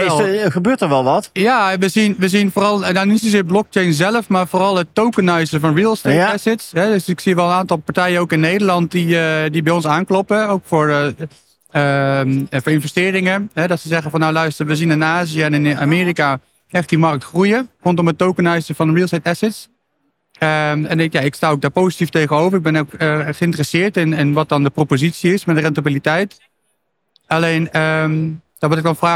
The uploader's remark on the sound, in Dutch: Deze podcast is opgenomen tijdens de PROVADA.